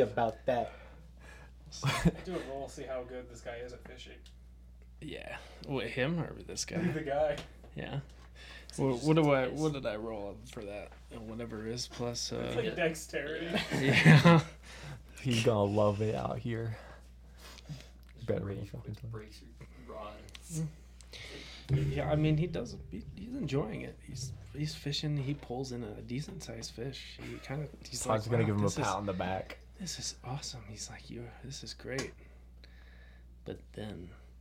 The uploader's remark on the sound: We apologize for the technical problems through the episode!